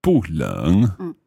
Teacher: But when you're using 冷, which is the third tone, then the 不 stays as a fourth tone.